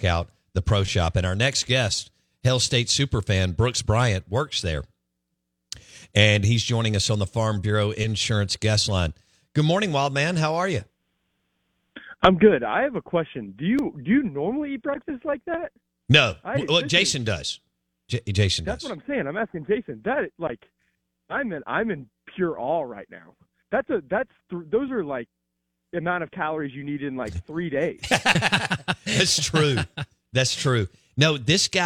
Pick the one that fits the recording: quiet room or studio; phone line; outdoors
phone line